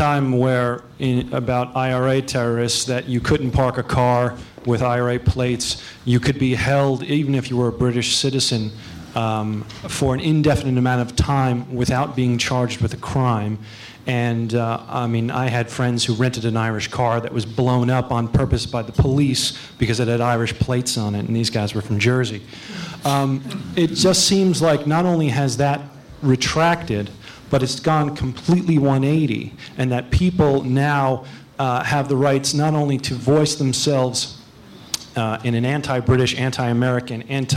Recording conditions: large echoing room